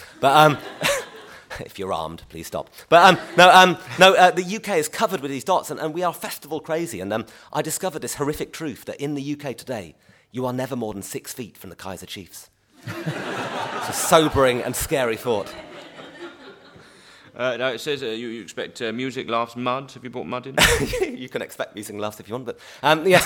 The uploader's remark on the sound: Edinburgh festival podcast: The Guardian Live at the Gilded Balloon.